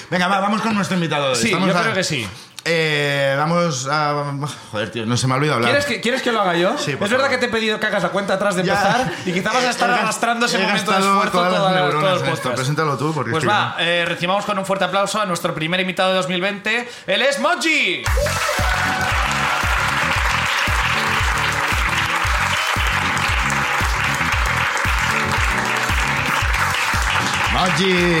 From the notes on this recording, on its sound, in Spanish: El público de La Llama sube al escenario